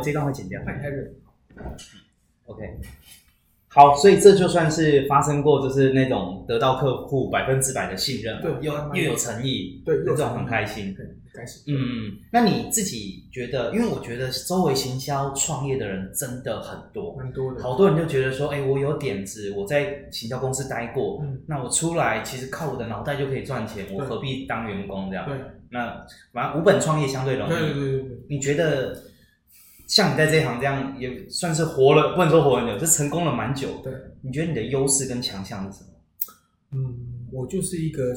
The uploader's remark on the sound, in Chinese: 因為錄音空間關係，回音較重，請聽眾多多見諒。